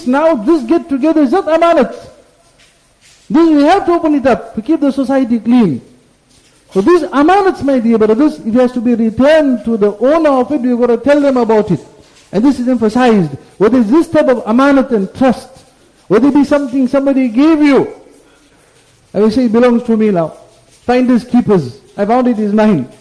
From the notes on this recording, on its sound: Jumuah Lecture at Glenearn Road Masjid